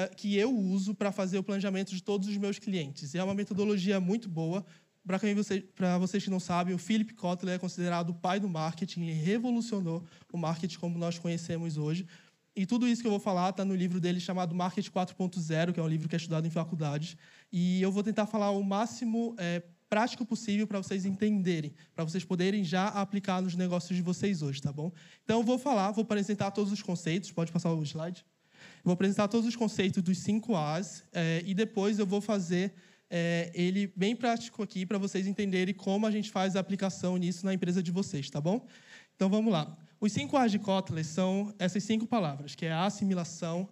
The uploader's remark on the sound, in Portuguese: Mensagem capturada ao vivo no evento Imersão Negócios do Reino.